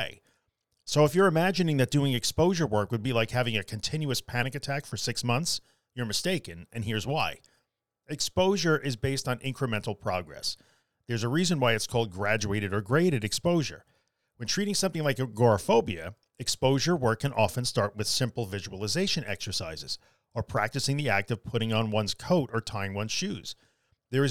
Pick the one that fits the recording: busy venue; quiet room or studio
quiet room or studio